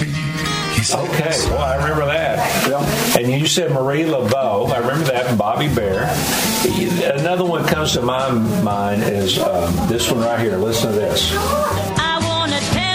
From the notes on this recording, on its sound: LIVE from Tootsie’s Orchid Lounge in Nashville!